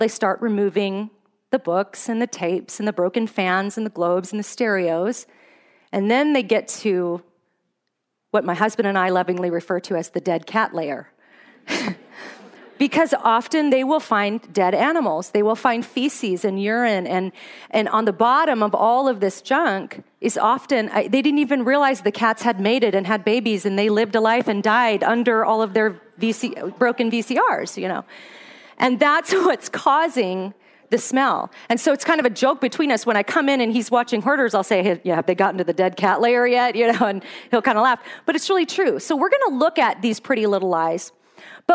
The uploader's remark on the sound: Today's podcast is an audio recording of a talk I gave at a women's conference in Fairbanks, Alaska.